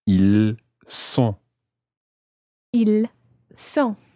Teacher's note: you're not pronouncing the S of the il, but you're pronouncing the S of the word sont · Term: S sound